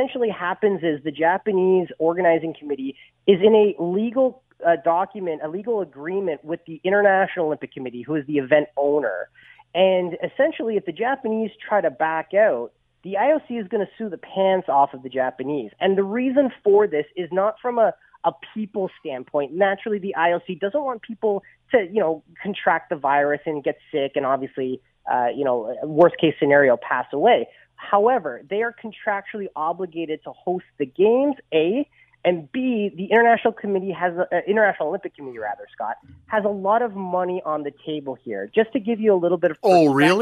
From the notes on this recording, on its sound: opens the phone lines